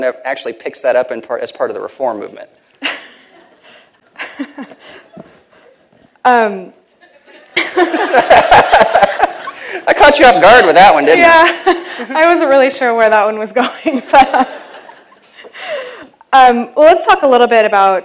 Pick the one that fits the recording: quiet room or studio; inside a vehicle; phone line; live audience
live audience